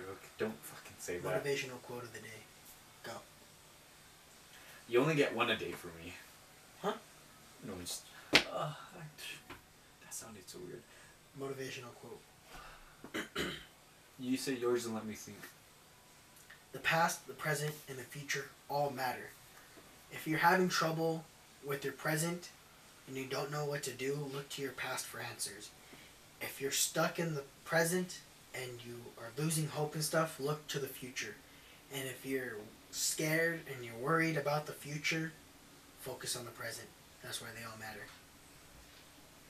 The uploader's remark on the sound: Audio is a little wonky due to the mics taking a poop.